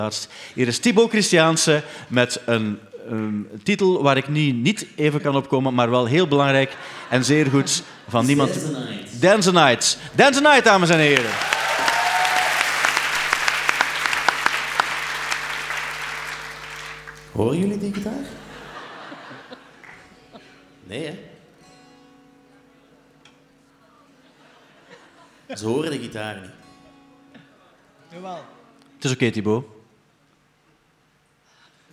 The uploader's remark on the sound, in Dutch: De Popcast van het jaar live in AB